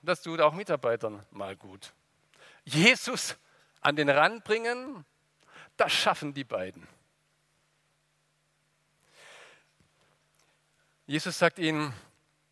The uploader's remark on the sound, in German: aus dem Gottesdienst der Liebenzeller Mission